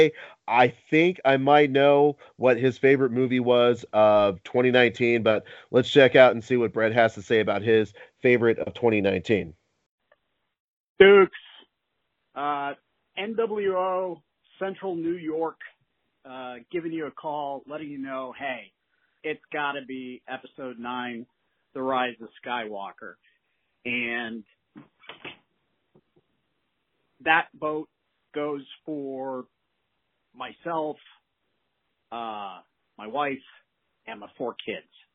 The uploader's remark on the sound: We are joined by call ins from N.W.O community members.